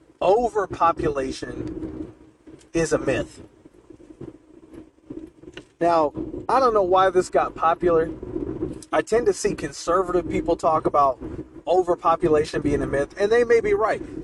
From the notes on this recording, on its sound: Late Night December Drive Talk. I recorded this towards the beginning of the month but couldn't find the file until now, my apologies.